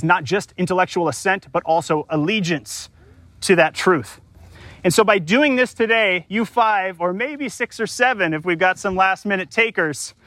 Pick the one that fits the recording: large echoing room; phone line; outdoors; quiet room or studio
outdoors